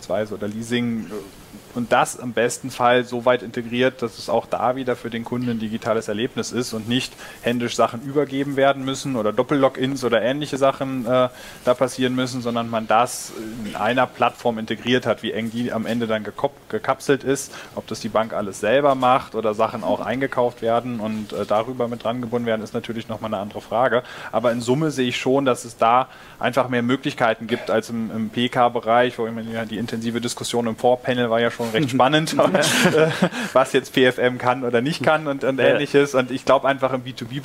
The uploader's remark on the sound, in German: Live von der BEX20